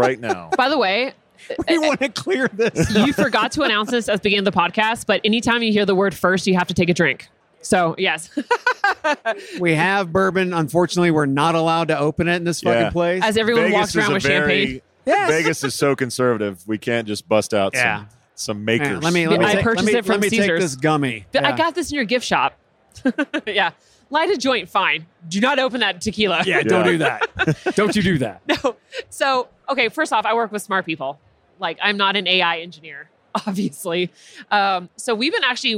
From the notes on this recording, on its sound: Live from UNLEASH America in the Workhuman booth